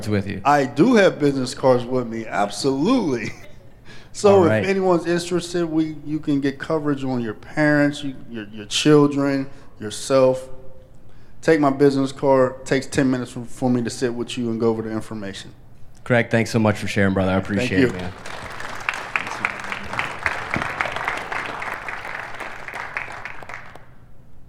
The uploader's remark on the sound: VBC at Night | Heinz Field. VBC presents an evening of live veterans storytelling at Heinz Field, Pittsburgh, Pennsylvania.